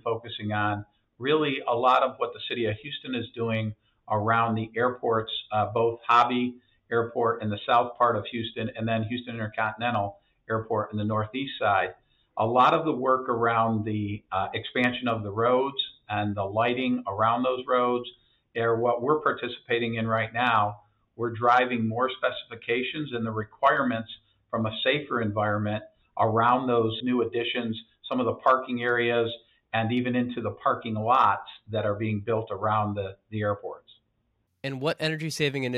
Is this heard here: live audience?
no